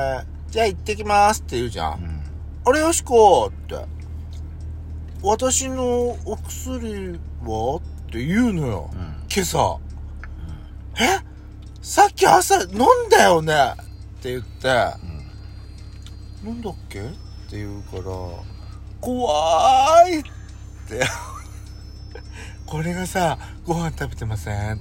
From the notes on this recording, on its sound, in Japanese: パーキング収録